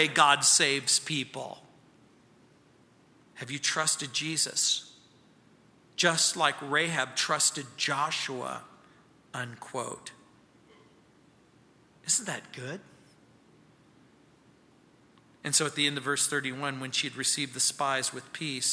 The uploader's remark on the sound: at Calvary South Denver in Littleton CO